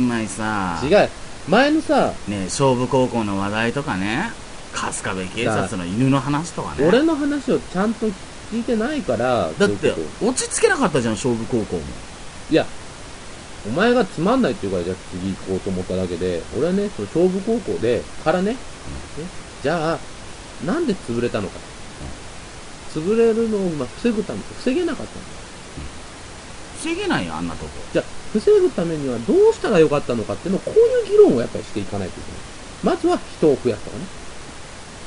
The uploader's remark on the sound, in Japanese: 久しぶりの録音環境と編集。ちなみに音質とサー音が入っているのは、録音環境が悪いからです。